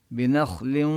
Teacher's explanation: النون بما أنها مرققة نبينها مرققة ولو جاء بعدها حرف الخاء المفخم